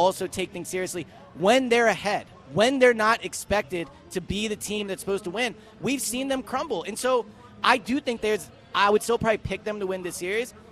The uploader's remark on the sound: Live at Parx Casino.